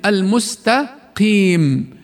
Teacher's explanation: أقل أحرف التفخيم تفخيما القاف المكسورة، بل هي أقرب للترقيق مثل المستقيم، شوية بتصير يعني بدها تصير كاف، طبعا لا المستقيم.